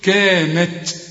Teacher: كانت تأتيهم، ما تقولش كانت تأتيهم، لا، إذا وقفت على التاء الأولى هتقول كانت، شوف كانت، ويطلع شوية هوا كده علشان الهمس بتاع التاء، لكن عند الوصل ادغم التاء دي في التاء دي وخليها تاء واحدة مثقلة، كانت تأتيهم.